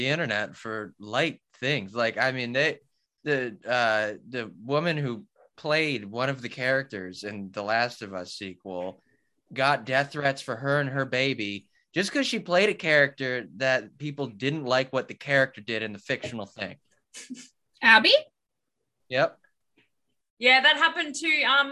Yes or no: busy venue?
no